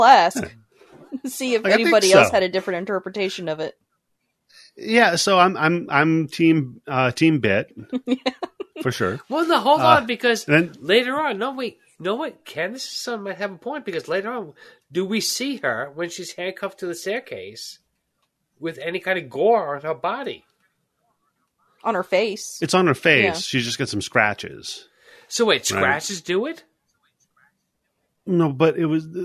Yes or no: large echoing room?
no